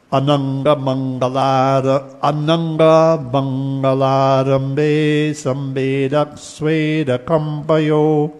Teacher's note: conjuncts that begin with a guttural N, like ng and nk